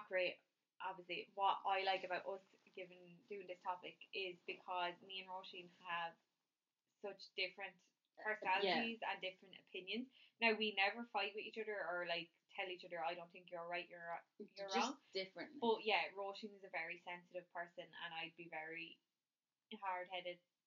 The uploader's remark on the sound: Please bear with our sound - we promise it gets better as the episodes go on.